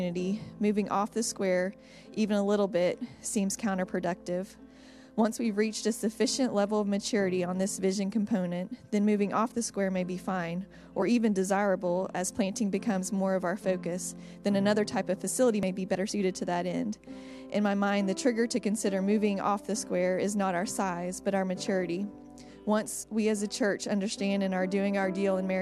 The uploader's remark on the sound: Final Service at Roswell St. Building